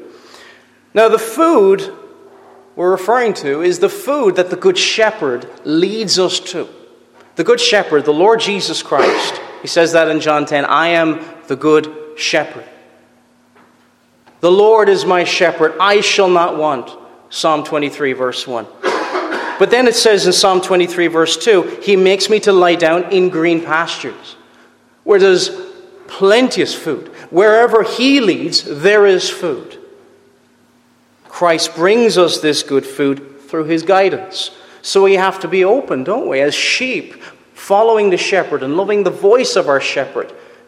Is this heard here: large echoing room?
yes